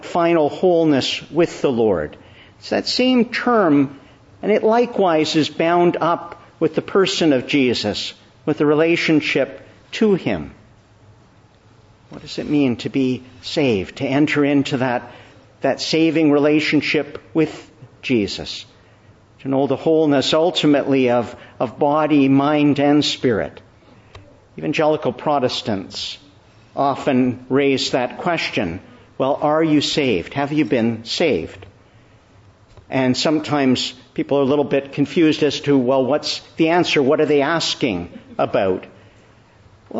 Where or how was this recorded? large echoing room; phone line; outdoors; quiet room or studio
large echoing room